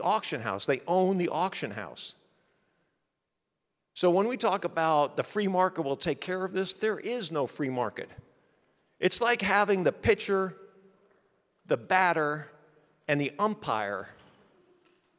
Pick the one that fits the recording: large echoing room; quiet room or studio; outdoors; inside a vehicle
large echoing room